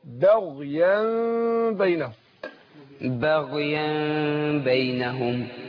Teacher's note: الغين من حروف الاستعلاء مفخمه مش كده، لكن انا عشان افخم الغين ما فخمش الباء، الباء ايه مرققه مش كده، فاقول بغي با مش با، با مش با، بغيا بينهم، بغيا بينهم.